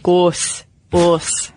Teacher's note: the word is originating deeper back in the mouth